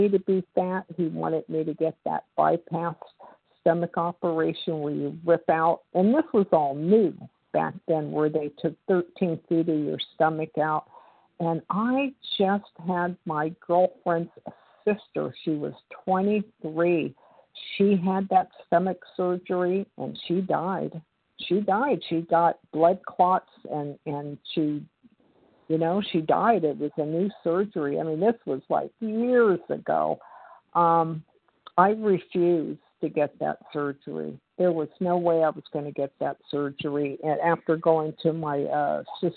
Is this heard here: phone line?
yes